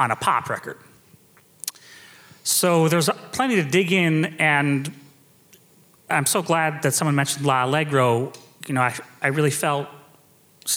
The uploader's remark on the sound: We held a Q&A session after the first performance of Mark Morris Dance Group’s Pepperland. Listen to this fantastic post-show event.